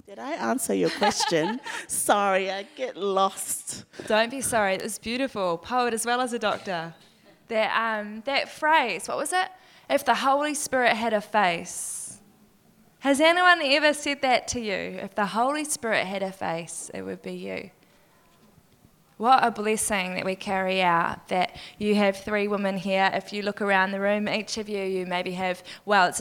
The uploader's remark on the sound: Was recorded live. 6. Special: Live at Congress. Recorded live at The Salvation Army's Encounter Congress 2019.